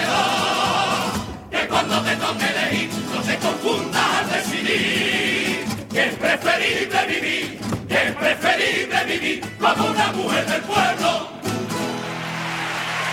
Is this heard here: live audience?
yes